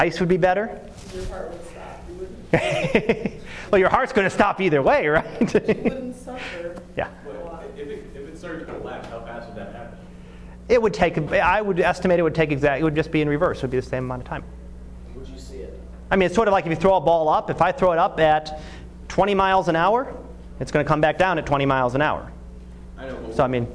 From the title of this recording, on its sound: Live Class Lecture